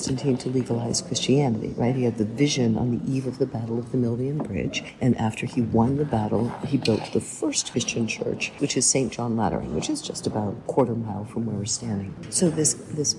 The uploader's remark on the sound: We spoke, sometimes sotto voce , inside the little church, with tour guides and visitors swirling around us. Apologies for the inevitable background noise.